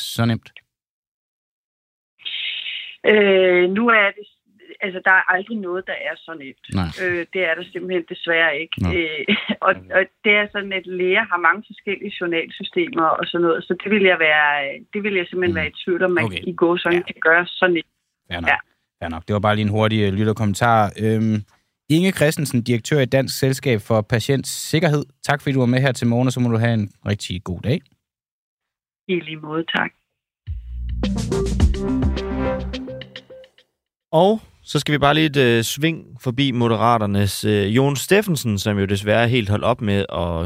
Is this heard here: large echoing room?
no